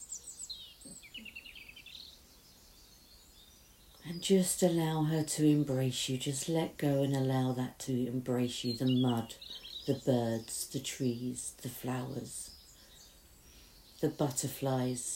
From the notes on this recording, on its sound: with the noise of the birds in the garden as background